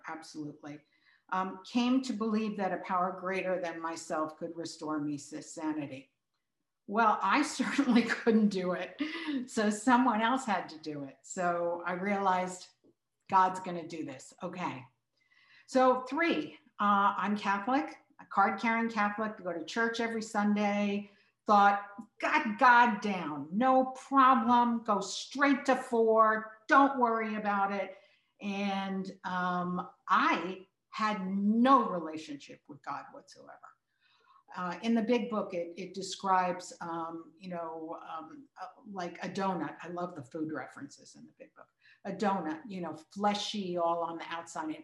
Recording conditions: video call